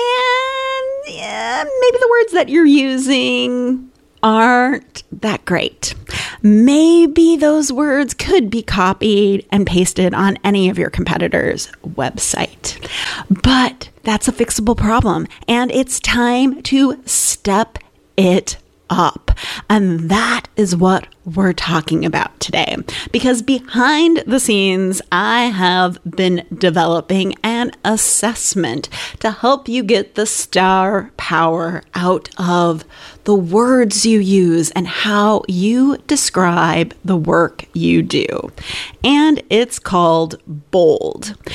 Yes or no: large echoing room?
no